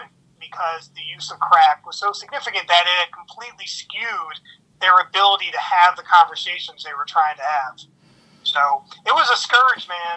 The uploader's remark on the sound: Recorded via phone in Grand Rapids, Michigan, and Chicago.